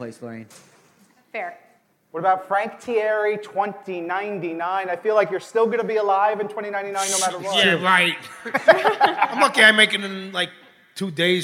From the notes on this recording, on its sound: Live from New York Comic Con.